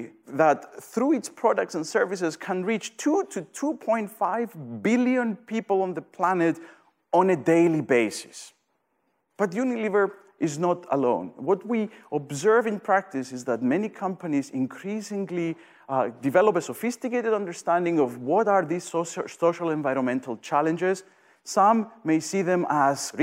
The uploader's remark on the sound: Event audio